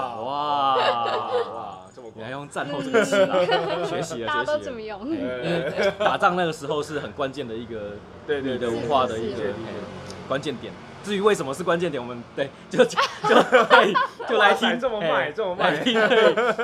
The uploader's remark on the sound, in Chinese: 錄音地點：牽咖啡 Chen Coffee